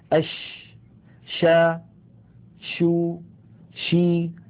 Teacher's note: تجدون بأن صوت حرف الشين ينتشر الصوت في الفم أش. سمى العلماء هذه الصفة التي تميز بها حرف الشين عن غيره من الحروف بصفة التفشي، والتفشي في اللغة العربية الانتشار.